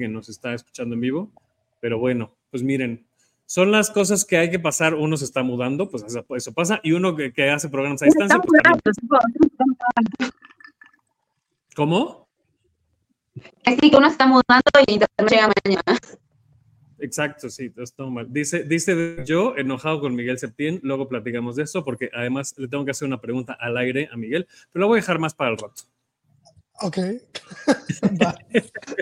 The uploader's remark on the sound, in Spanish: Una disculpa por las fallas técnicas. Se escucha mal por una falla en la red y se tuvo que salir sin poderla despedir.